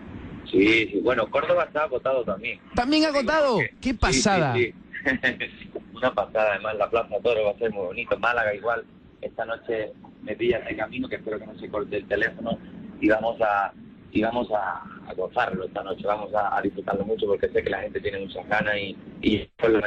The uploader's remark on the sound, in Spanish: Entrevista telefonica. En canal fiesta radio.